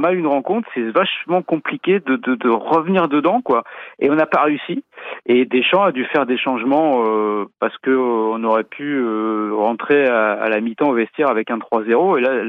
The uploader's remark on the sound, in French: quelques minutes au téléphone